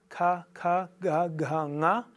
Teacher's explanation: die sogenannten Vellare, die relativ weit hinten erzeugt werden · Term: Velare